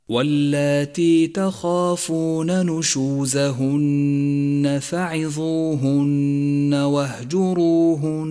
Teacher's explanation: فكل نون مشددة هنا يجب أن تقف عليها بغنة زمنها حركتان · Term: النون المشددة